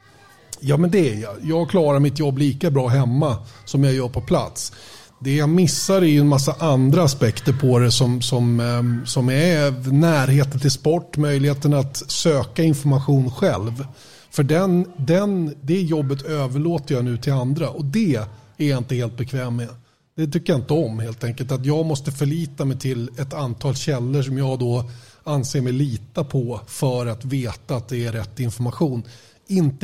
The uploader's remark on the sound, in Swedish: Veckans avsnitt spelades in live inför publik på Bodegan i Lindvallen. Därav är ljudbilden en aning annorlunda.